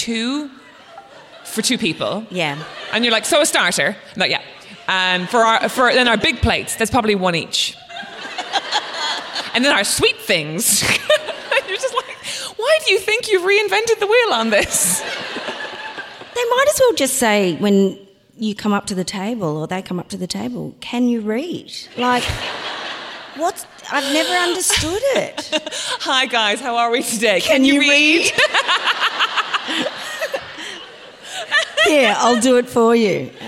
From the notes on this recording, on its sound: At the Wheeler Centre Melbourne. On-stage at the Wheeler Centre's Spring Fling for a Sentimental live show.